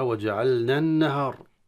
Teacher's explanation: لاحظ معي كيف اللغة العربية في عند التقاء ساكنين المدية الحرف الألف مع ساكن اللام في كلمة النهار حذف حرفين وأدغم الثالث في حرف اللي بعده، فأصبحت النون مشددة وفيها الغنة